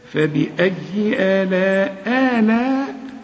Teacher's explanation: فبأي، فبأي ما تقولش فبأي آلاء، فبأي آلاء لا، فبأي فبأي فبأي، لكن ما تمدهاش بسكت، فبأي آلاء آلاء، بمد الهمزة الأولى حركتين